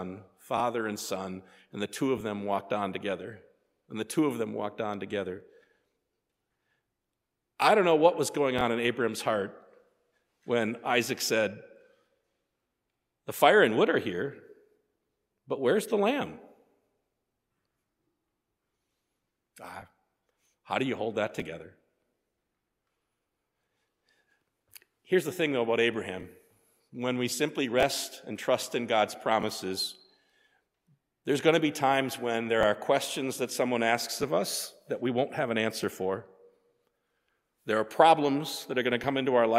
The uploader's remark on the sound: Sermon preached at Faith.